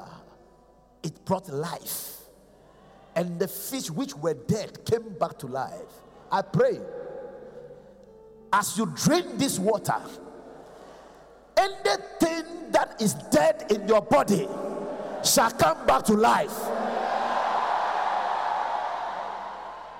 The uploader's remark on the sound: Preached at The Qodesh